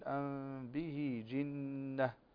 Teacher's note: وكذلك عندنا أفترى على الله كذبا أم به جنة، فالميم هنا عندنا ساكنة وبعدها الباء، والباء من حروف الإخفاء ونقول إخفاء شفوي